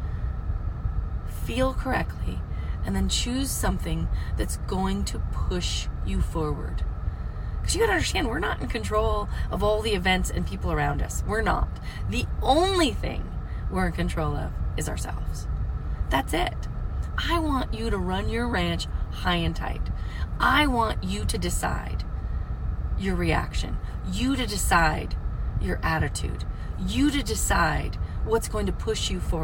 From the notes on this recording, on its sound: from the car!